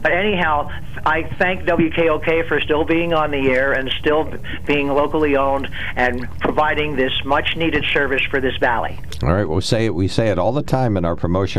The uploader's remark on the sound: open phones